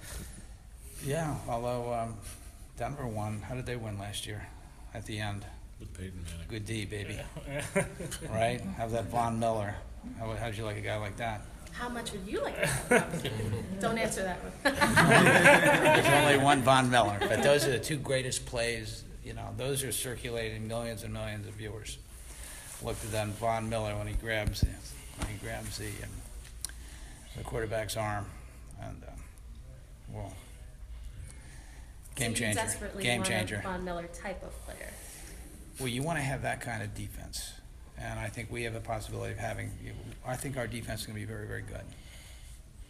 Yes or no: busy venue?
yes